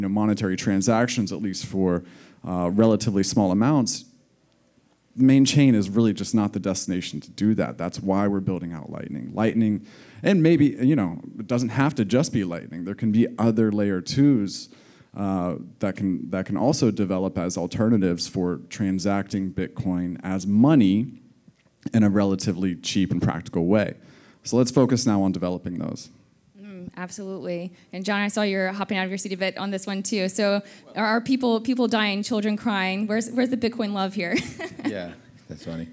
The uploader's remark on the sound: Recorded Live in Miami Beach at the Ordinals 2023 Conference, on May 18, 2023.